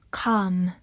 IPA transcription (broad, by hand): kɑːm